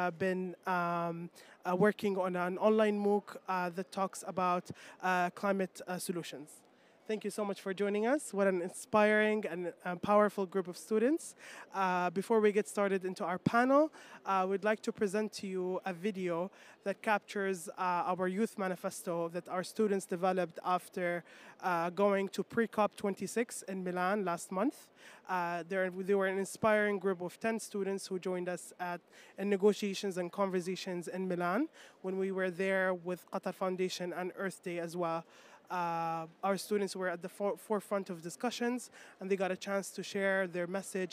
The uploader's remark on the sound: Earth Day Live From COP26